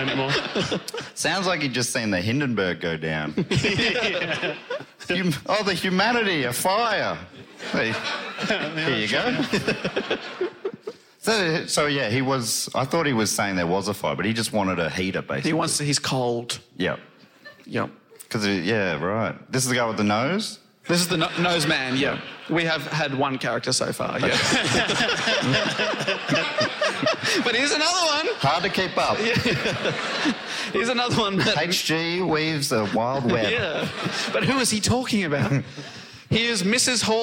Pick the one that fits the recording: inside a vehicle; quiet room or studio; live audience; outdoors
live audience